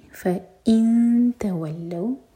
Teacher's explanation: آیا 63 فإن تولوا تا کے لیے اخفا اور فا کے بعد جو حمزہ ہے کٹ آف ساؤنڈ کے ساتھ پڑھیں گے